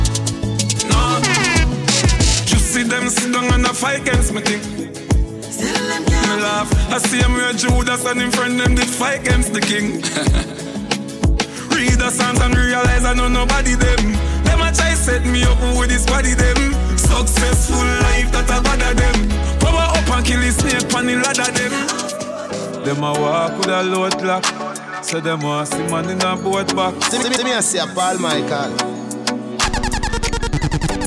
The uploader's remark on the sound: A live audio recording of my set at Island Saturdays on May 27th.